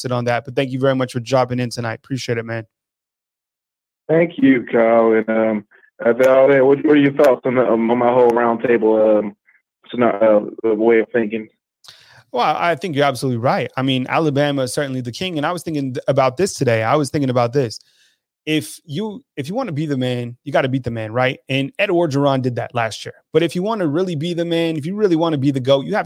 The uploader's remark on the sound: BamaInsider Call-In Show